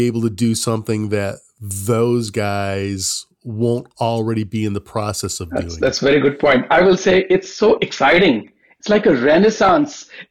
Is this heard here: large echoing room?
no